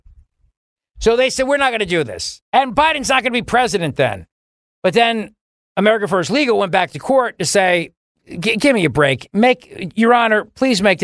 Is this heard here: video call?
no